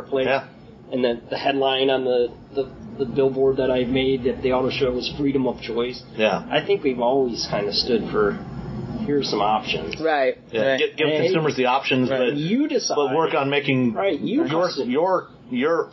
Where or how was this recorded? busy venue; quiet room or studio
busy venue